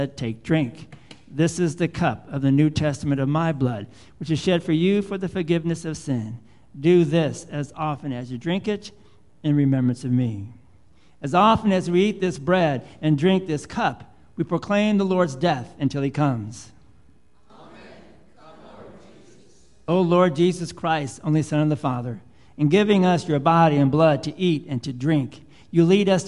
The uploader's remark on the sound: Live Worship Service